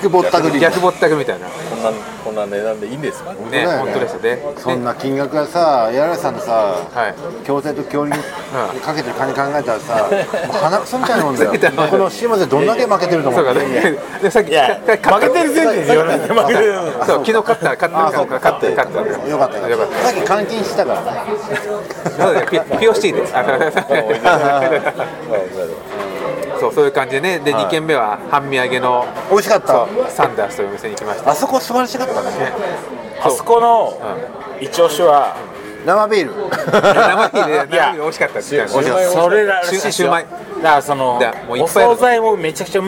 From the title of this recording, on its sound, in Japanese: 野毛ツアー現地収録